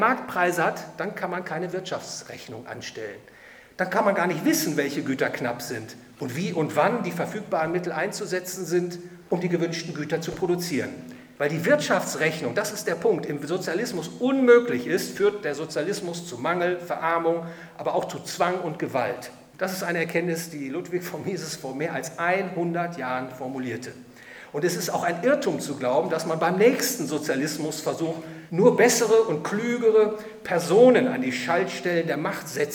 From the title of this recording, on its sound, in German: Vortrag beim Hayek-Verein Dresden